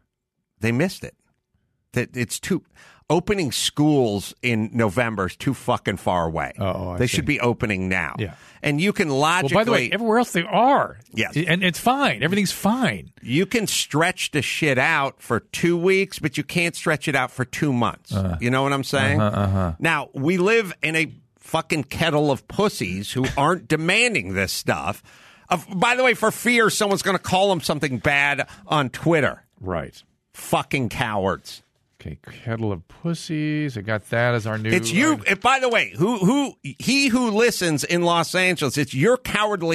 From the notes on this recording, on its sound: going straight to the phones and speaking with a variety of callers